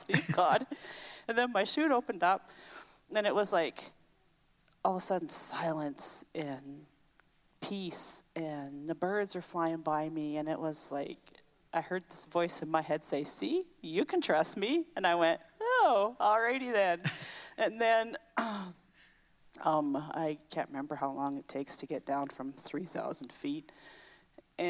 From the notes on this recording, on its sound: Previously recorded on August 8, 2021 during the pre-service chat portion of our Sunday service.